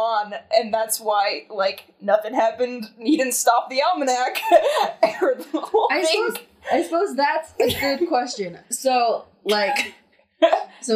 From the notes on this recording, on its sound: we know the audio is bad